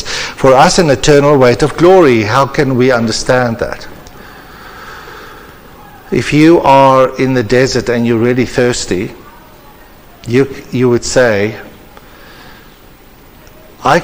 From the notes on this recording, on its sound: The particular episode was recorded as part of the annual conference hosted at Lynnwood Baptist Church.